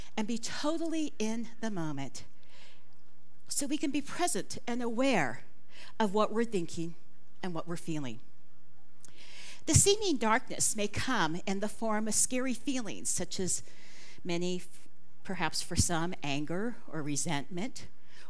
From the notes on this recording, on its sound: This talk was recorded live at the Center for Spiritual Living Prescott on May 21, 2023.